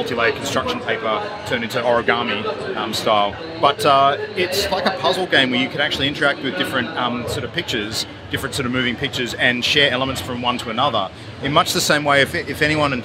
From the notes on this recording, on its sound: Live from the floor of PAX Australia 2019.